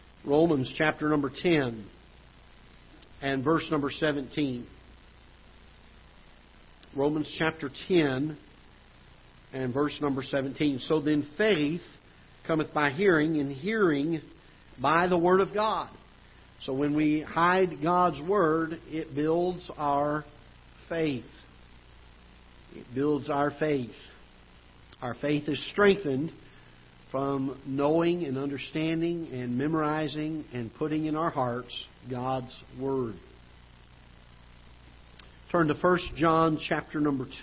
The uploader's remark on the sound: Ketha Heights Baptist Church ~ Live Broadcast.